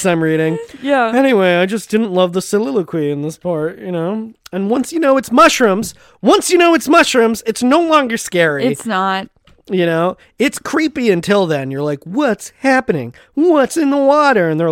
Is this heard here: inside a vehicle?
yes